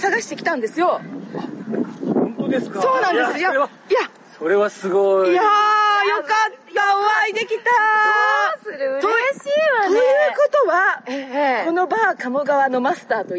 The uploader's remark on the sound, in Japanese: 風ノイズによりお聞き苦しいところがございます